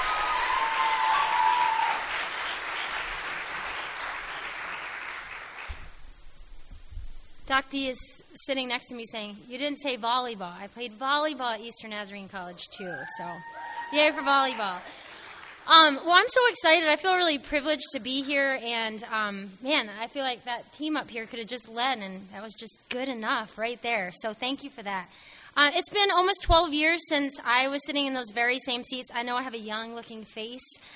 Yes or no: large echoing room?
yes